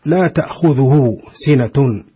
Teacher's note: ثم قال لا تأخذه سنة، هنا مد صلة صغرى الهاء، وهناك واو صغيرة ستنظر إليها أيها القارئ، تراعي ذلك فتمد مدا بسيطا